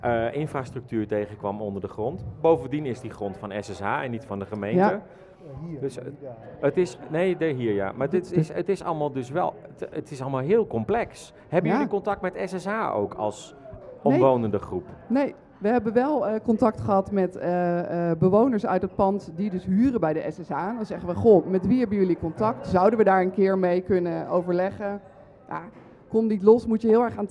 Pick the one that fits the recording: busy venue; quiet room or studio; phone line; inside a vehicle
busy venue